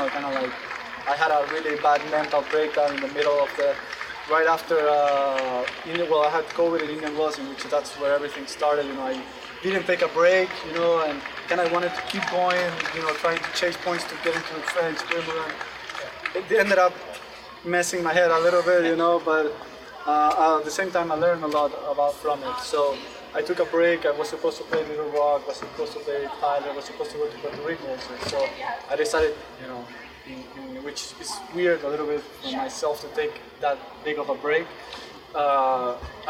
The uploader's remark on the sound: live from the Cranbrook Tennis Classic